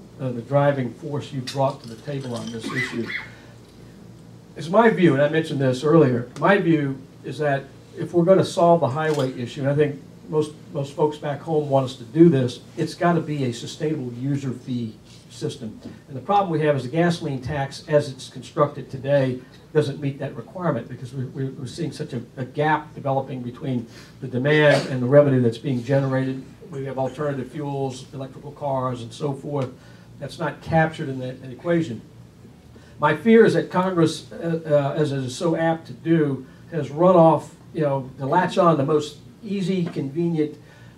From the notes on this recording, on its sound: WASHINGTON, DC. Appeared at a breakfast meeting of The Ripon Society, delivering remarks.